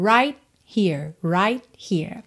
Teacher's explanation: Olha que interessante, o T de right, a gente não escuta nada. · Term: consoante oclusiva